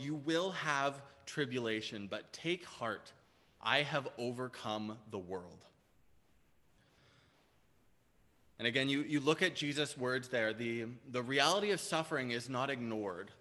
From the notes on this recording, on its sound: Preached on August 8, 2021 at Liberty Grace Church